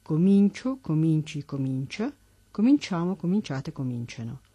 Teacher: conservan el sonido palatal a lo largo de todas las formas del presente